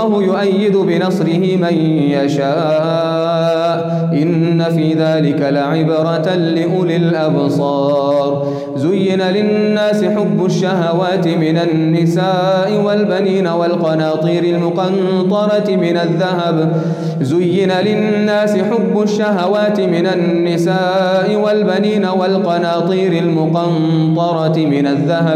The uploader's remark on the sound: Qiyaam Day 2 at the houghton Houghton masjid.